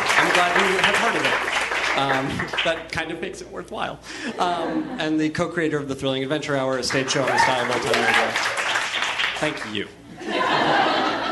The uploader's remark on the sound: Live from ATX Television Festival. Recorded at the Stephen F.